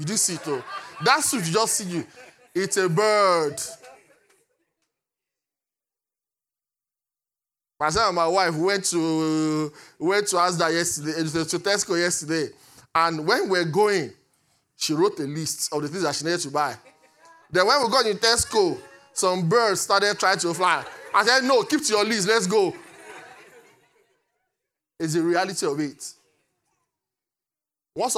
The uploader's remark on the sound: Recorded live at Great Light Connections, Canary Wharf Campus.